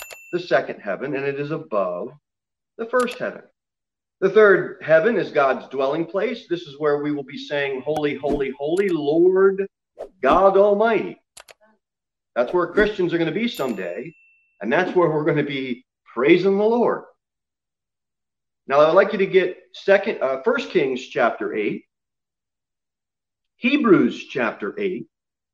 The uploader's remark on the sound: Sermon delivered at Pilgrim Baptist Church on Thursday, January 28, 2021, at 6:15 pm.